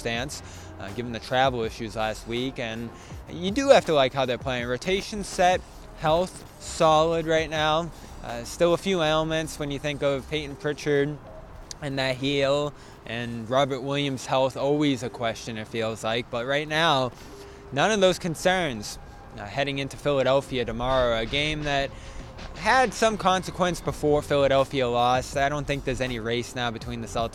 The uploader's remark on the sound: reports LIVE from Auerbach Center in Brighton following Boston's Monday practice